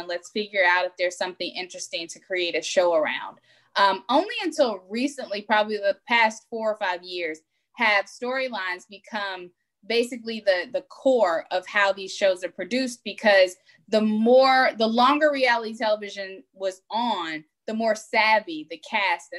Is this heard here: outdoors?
no